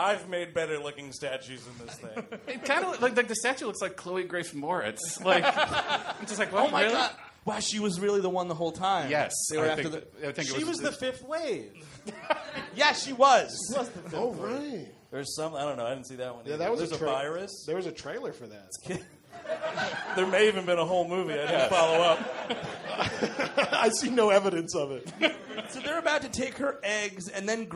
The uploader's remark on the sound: Recorded live in Brooklyn, June 11th, 2016. The gang heads to Union Hall in Brooklyn.